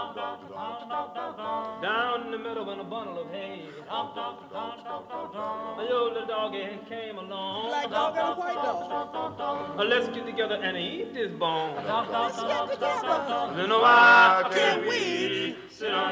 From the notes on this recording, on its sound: delivers the plenary address at the 2011 AASLH Annual meeting